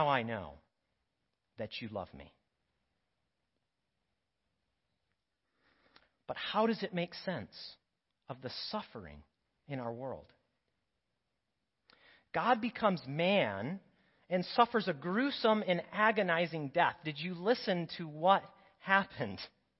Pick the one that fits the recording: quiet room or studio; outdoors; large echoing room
large echoing room